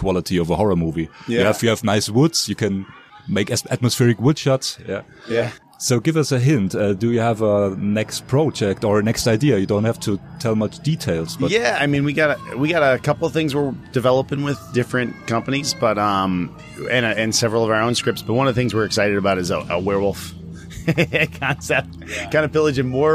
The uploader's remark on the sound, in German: Ein weiteres Interview präsentieren, das wir auf dem letztjährigen Hard:line Filmfestival geführt haben. Zu Gast in Regensburg.